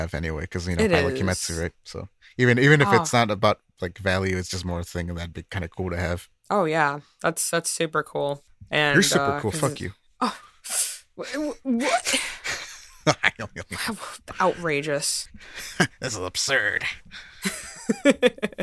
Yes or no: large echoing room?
no